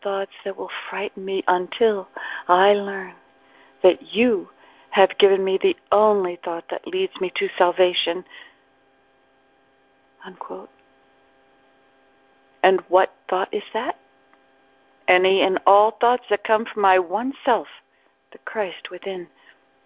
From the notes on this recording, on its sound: ACIM Daily TEXT Conference Call